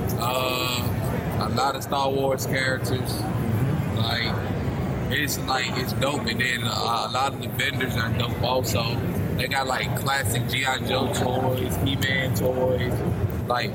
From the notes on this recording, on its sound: LIVE from Comicpalooza 2018